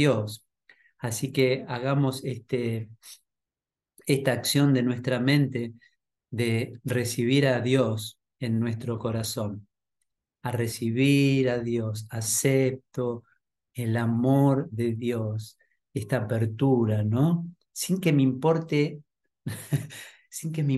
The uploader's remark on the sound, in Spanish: Clase en vivo por Zoom desde UCDM Iluminación.